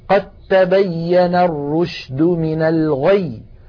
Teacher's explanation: المخرج نفسه، فنحول الدال إلى تاء ثم ندغم التاء في التاء، فيصير النطق بتاء مشددة ولا يبقى للدال أثر